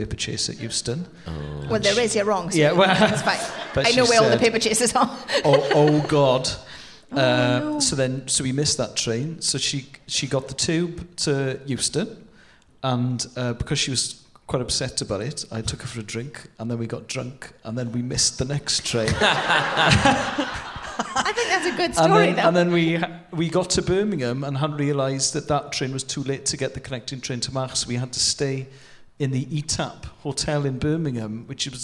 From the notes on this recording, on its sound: Recorded at The Shaw Theatre, London